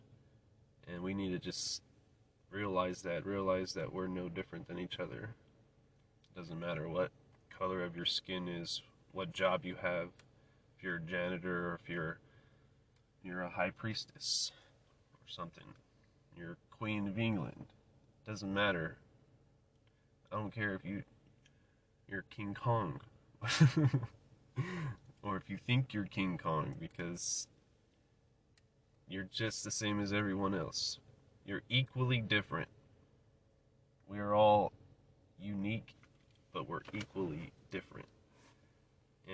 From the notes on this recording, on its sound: The Carcast. Giving a quick update while driving to work.